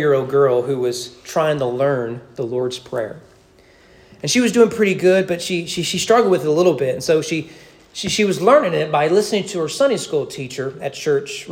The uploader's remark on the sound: Sermon preached at East Frankfort Baptist Church on February 4, 2024 during morning worship.